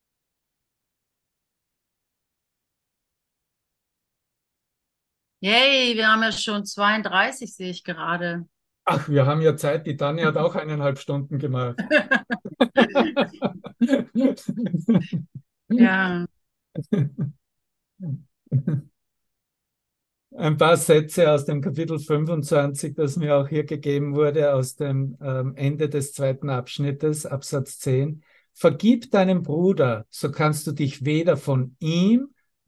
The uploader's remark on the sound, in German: Zoom-Session. Veranstaltet von der Aleph Akademie.